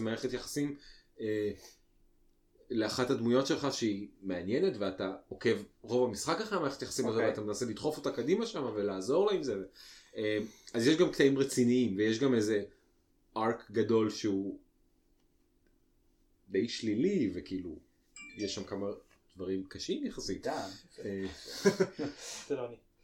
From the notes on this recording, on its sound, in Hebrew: אה, ומכיוון שכולם כבר היו באותו המקום, אז הקלטנו פרק לא-ערוך עם איכות סאונד מעפנה.